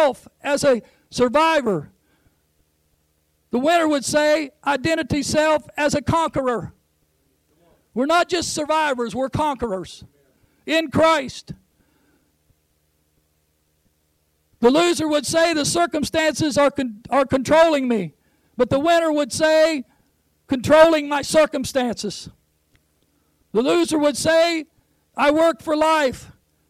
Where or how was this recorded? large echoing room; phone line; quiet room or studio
large echoing room